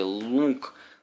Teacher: Там было практически два гласных звука «оу». А в стрельбе использовали «лук» с таким носовым «у»